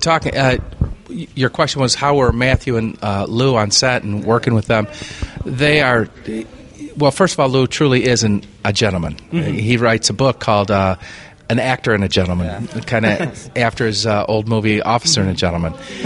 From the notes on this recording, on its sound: In part 1 of our coverage of the 28th Heartland Film Festival. I interview several filmmakers and guests on the HIFF red carpets.